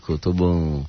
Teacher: bunyi nun matinya sudah tidak tampak lagi, dominan kepada ang. Itu manakala nun matinya bertemu dengan kaf atau kof. · Term: ikhfa